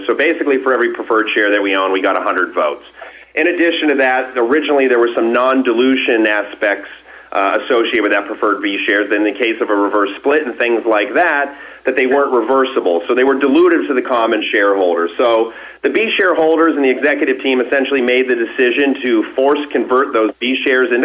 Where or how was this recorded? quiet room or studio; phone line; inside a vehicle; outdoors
phone line